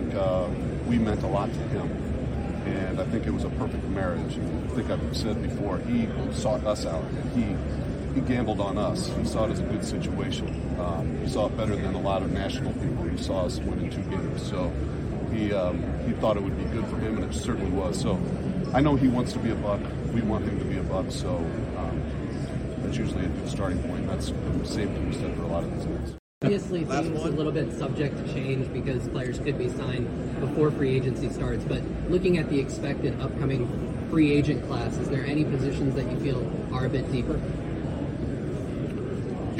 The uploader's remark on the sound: Pewter Report is live from Indianapolis for the 2024 NFL Combine.